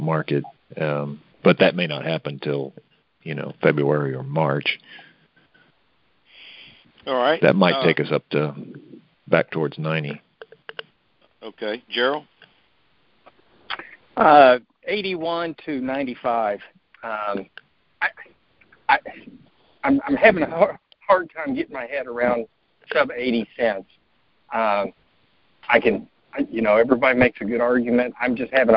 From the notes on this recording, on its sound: Monthly Conference Call